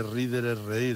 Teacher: Una sonora entre dos vocales se pierde